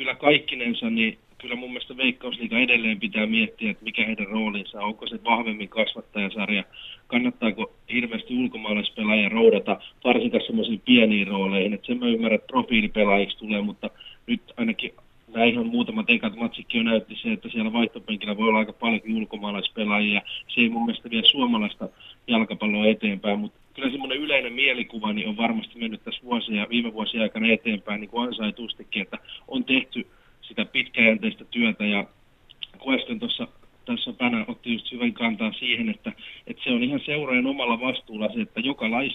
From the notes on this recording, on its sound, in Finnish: Puhelinhaastattelussa